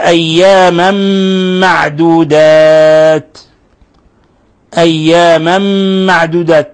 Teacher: تنوين فتح جاء بعد حرف الميم، الحكم التجويدي إضغام بغنة